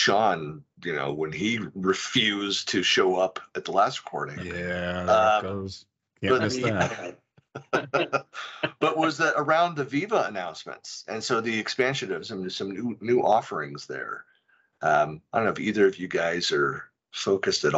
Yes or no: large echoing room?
no